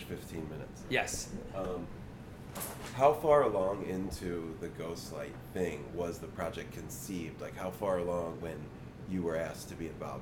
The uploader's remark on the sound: This magic took place late night the Sunday before Labor Day, at an official afterparty for North Coast Music Festival.